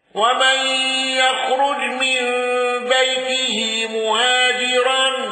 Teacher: الأزرق بتفخيم الراء والنقل واندرج معه الأصبهاني